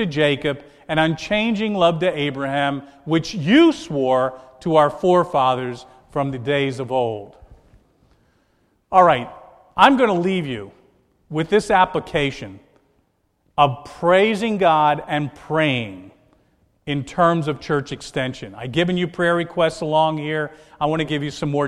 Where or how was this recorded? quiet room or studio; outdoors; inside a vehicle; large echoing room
large echoing room